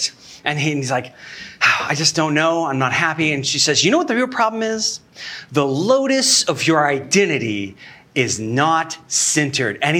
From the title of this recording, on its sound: Sermon Recorded Live